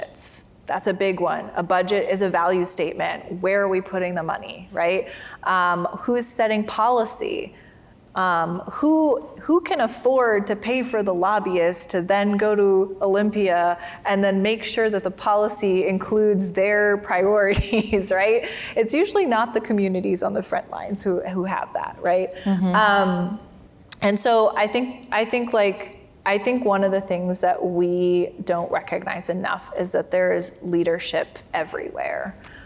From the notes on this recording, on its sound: We are listening in on a conversation. During the Crosscut Ideas Festival in Seattle.